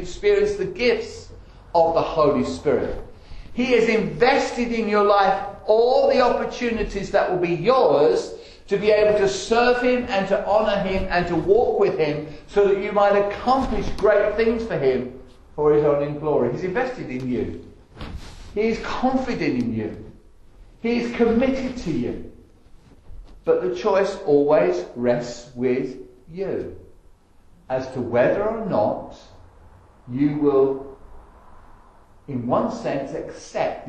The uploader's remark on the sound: Estuary Elim Church Rayleigh Morning Service